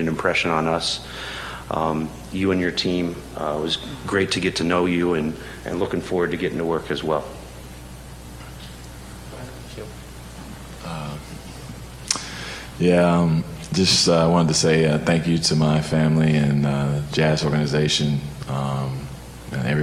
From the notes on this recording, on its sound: at a press conference in Las Vegas on Monday morning